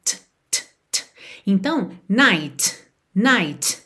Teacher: Lembra que a letra T em inglês, ela tem um arzinho